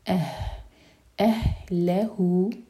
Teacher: اہ یہ ہے سینے سے آئے گا، حلق نہیں یوز کریں گے، اہ نہیں ہوگا.